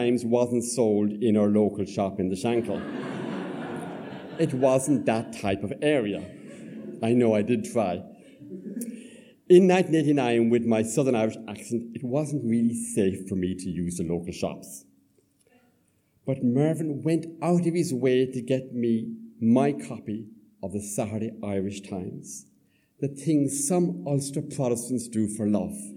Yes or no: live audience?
yes